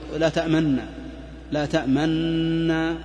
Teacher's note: بإشمام الضم مع الإدغام